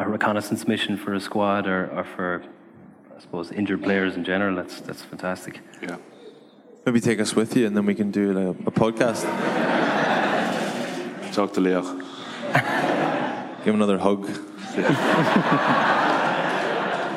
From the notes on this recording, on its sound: LIVE in Dublin.